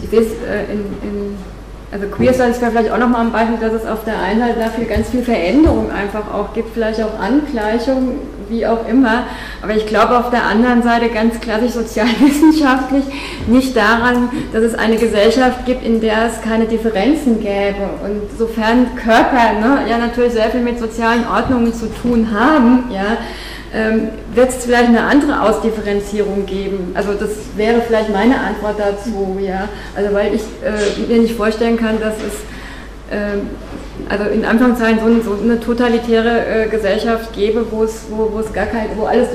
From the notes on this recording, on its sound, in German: Mitschnitt des Vortrags. Universität Innsbruck.